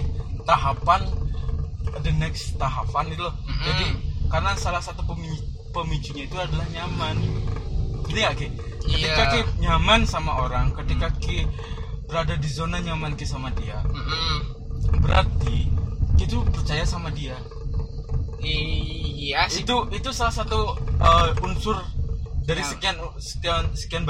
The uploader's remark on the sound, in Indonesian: karena ada sedikit kesalahan waktu recording jadi ada sedikit noise